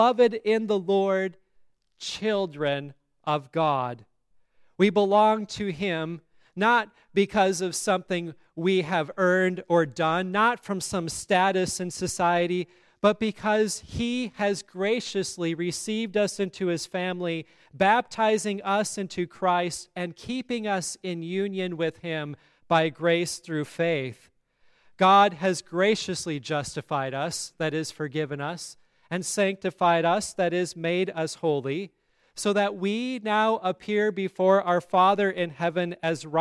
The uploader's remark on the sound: Sermon on All Saints' Day at Grace Lutheran Church, Lexington, MO.